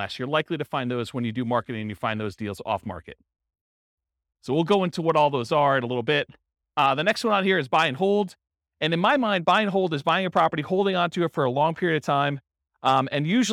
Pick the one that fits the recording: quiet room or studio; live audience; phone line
live audience